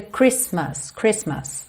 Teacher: a gente não pronuncia esse T do meio